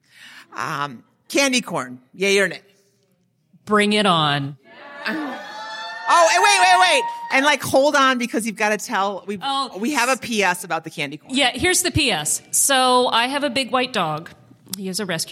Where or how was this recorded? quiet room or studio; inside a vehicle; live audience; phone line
live audience